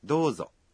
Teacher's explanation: Quand vous dites どうぞ vous allongez le O de la voyelle de do.